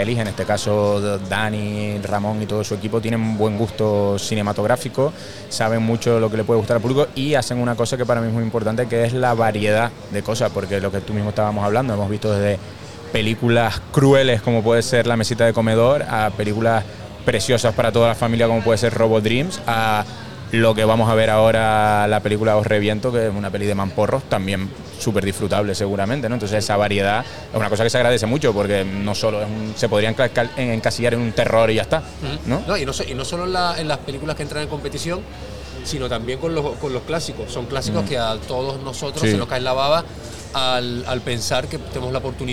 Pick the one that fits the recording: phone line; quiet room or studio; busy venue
busy venue